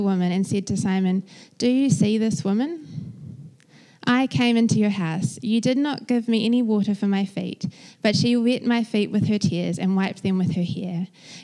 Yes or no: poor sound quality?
no